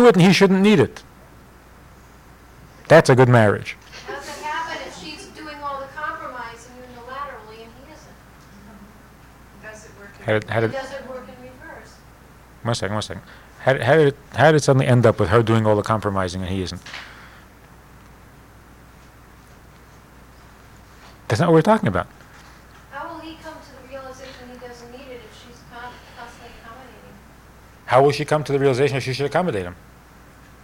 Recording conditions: live audience